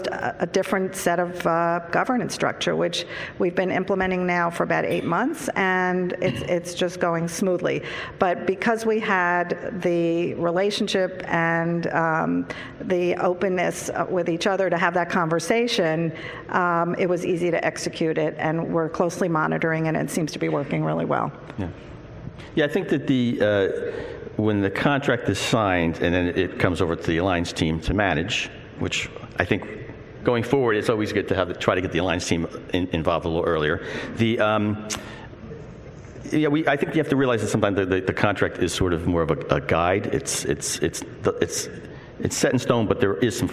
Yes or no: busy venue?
yes